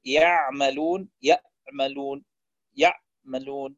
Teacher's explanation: بتر صوت الحرف العين الساكن، يبتره بحيث يصبح قريب من الهمزة